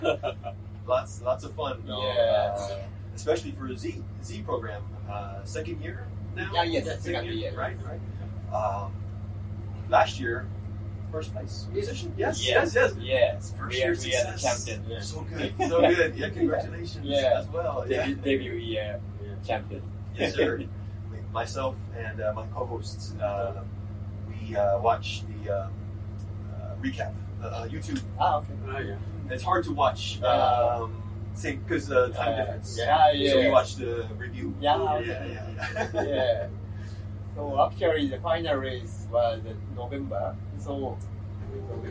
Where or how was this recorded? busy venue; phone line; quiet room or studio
busy venue